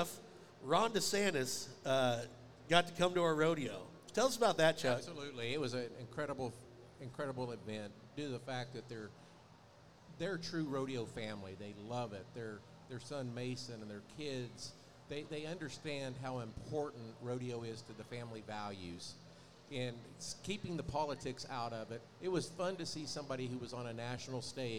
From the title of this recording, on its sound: RümpChät Live 2023 - NFR Edition 4